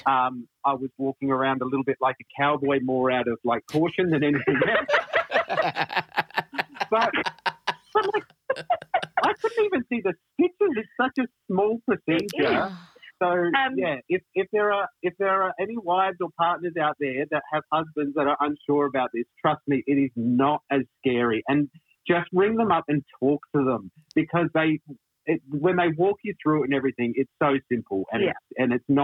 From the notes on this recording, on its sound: including an appearance on the phone from the question asker and their partner